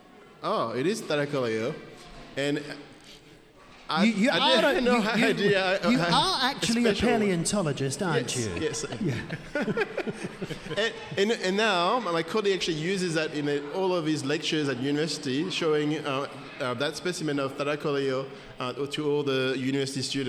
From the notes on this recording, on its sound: Recorded LIVE at the Western Australian Museum Boola Bardip. This episode was recorded during the Museum’s “Biggest Science Lab Ever” event during National Science Week.